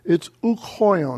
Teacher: And since ouk does not have an accent, it only has a breathing mark, therefore ouk is pronounced with hoion. It's ouk hoion, as if they're one word.